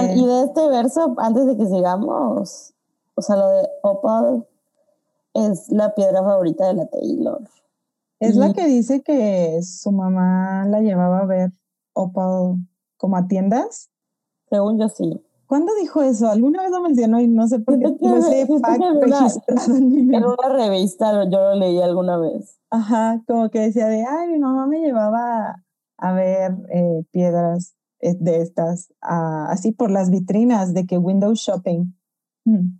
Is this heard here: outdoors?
no